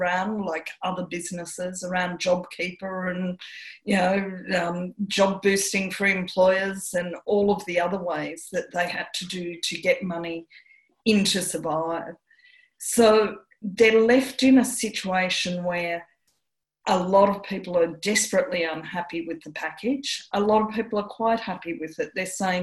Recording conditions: video call